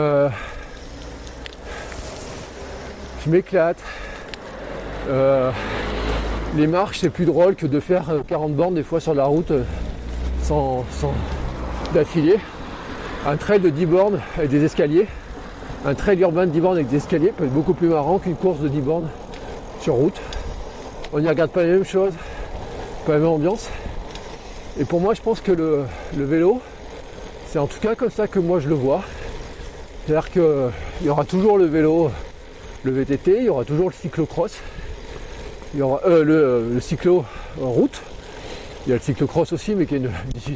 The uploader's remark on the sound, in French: Et surtout je vous partage les tous premiers kilomètres sur mon nouveau Gravel ! Car oui j’ai enregistré cet épisode en roulant.